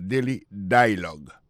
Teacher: accent tombé sur le premier syllabe là